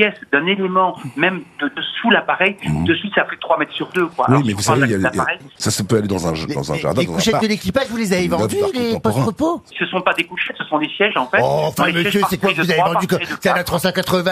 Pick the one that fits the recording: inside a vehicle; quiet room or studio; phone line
phone line